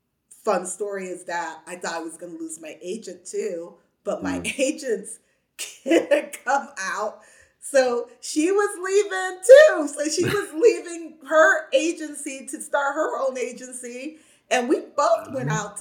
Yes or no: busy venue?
no